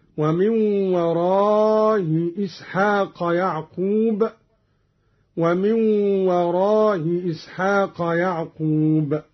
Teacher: قرأ قالون بتسهيل الهمزة الأولى مع المد والقصر هكذا